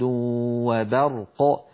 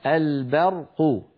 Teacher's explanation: فلا بد من ترقيق الباء وتفخيم الراء